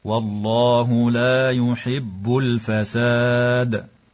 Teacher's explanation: وحين الوقف لا بد من قلقلة الدال